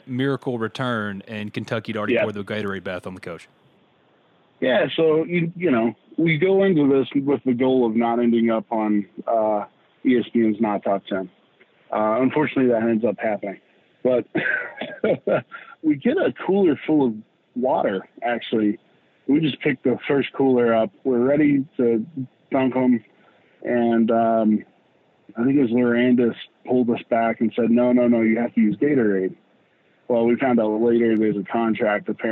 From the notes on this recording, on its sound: joined on the Modern Woodmen phone line